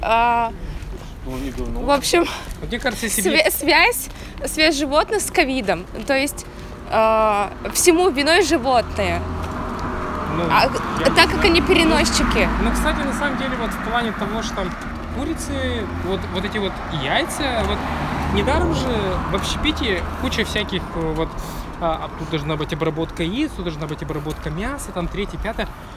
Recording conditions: sounds in the background